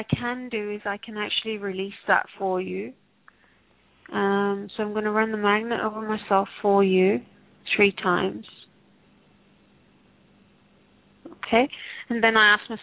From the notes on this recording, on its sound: Takes your calls for healing live today!